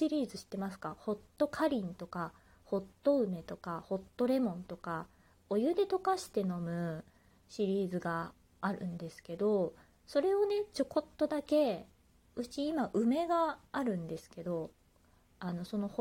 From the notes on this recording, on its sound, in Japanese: 自宅でスマホによる収録のため様々な騒音が収録されています。キッチンのすみっこで。